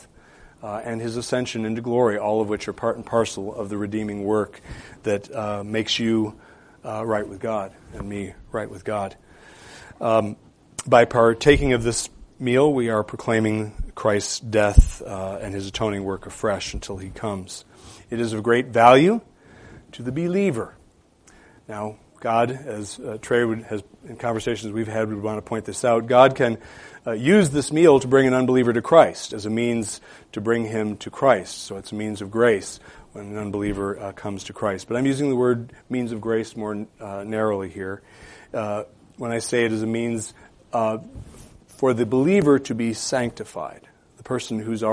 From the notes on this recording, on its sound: preached a sermon this morning